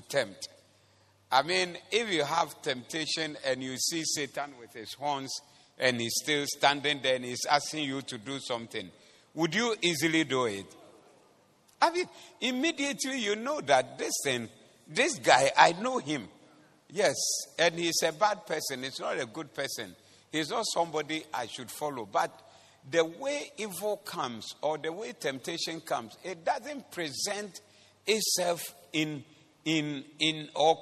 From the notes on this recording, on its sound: Preached at the Doxa Service